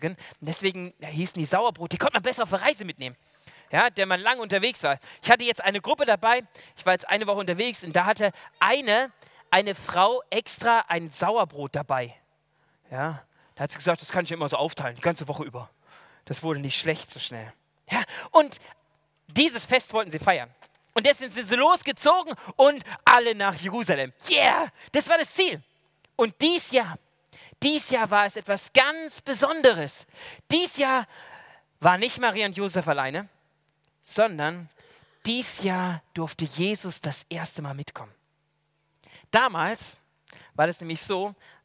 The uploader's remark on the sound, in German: aus dem Gottesdienst der Liebenzeller Mission